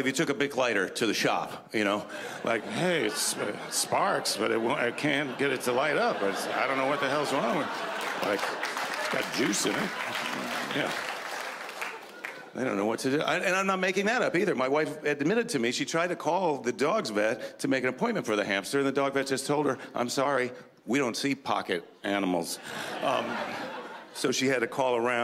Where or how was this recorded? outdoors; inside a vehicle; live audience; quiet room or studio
live audience